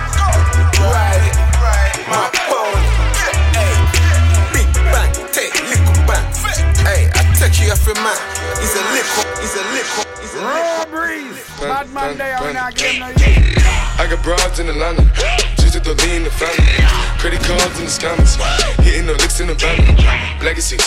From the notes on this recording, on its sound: Live DJ Recording (RAW)